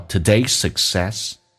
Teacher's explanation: Today 后面加 S 叫 today's. Success 也是 S 开头，所以只用发一个 S 就可以了